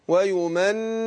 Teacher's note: ويمنيهم النون مشددة هتاخد غنة حركتين